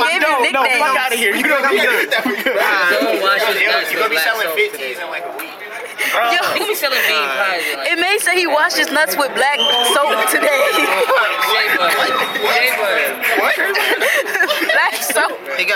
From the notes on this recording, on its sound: record live from The Public's first ever Buffalo Cultural Showcase